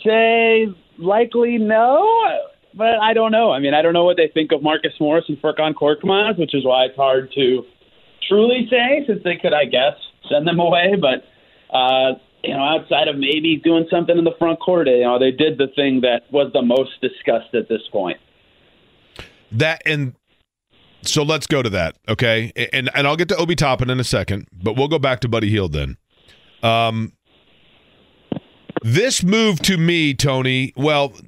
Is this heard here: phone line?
yes